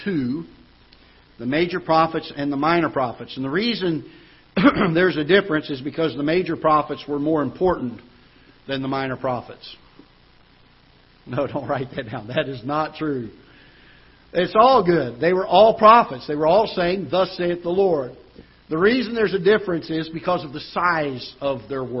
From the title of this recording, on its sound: Ketha Heights Baptist Church ~ Live Broadcast